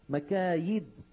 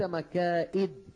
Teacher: مكايد بالياء وليس مكائد بالهمز